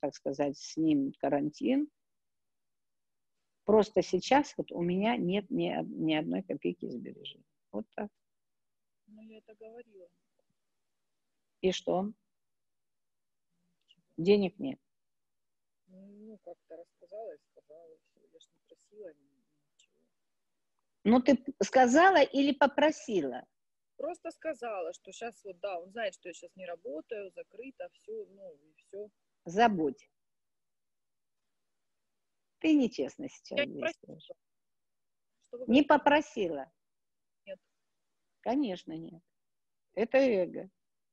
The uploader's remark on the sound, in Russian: Запись прямого эфира Zoom